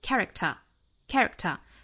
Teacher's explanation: 这个词我们应该读成 character, character,读得快一点 character, character, 相当于这个 k 的音几乎是听不到了。因为这属于是单词内部的一个失去爆破现象